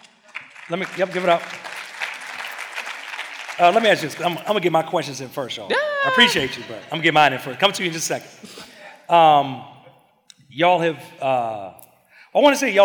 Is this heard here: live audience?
yes